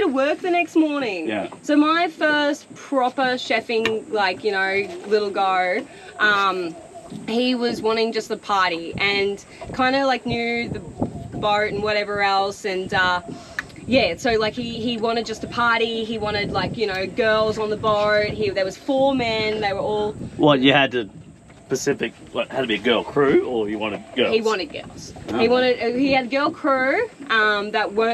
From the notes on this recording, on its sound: Apologies for the windy audio, we were out in the elements for this one.